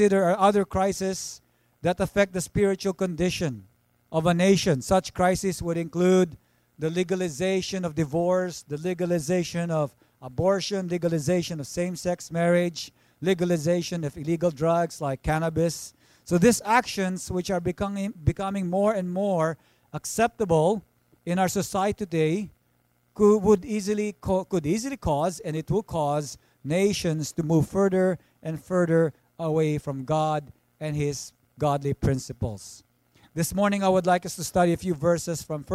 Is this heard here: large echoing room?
yes